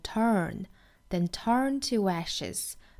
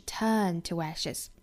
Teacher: 所以美音的话要卷舌成 turn, then turn to ashes,英音是 turn toashes